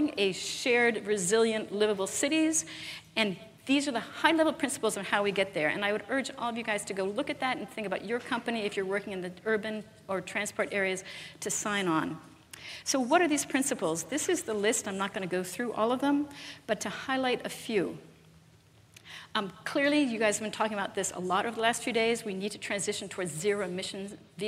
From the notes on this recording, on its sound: live interview from GreenBiz events